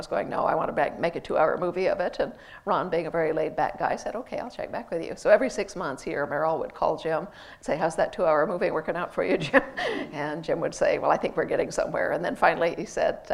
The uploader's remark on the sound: in conversation at the National Museum of Scotland